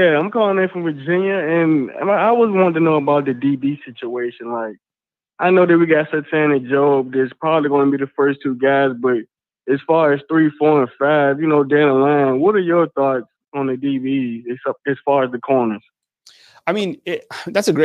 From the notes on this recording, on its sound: Call-in show. Takes your live calls.